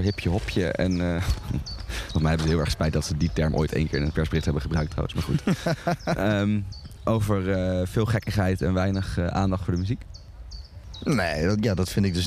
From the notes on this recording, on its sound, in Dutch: Down The Rabbit Hole is het beste festival van Nederland. Live vanaf de Down The Rabbit Hole camping.